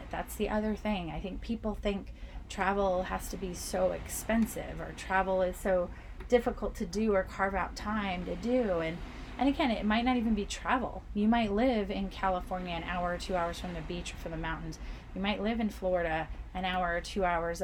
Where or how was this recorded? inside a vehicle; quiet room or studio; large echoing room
inside a vehicle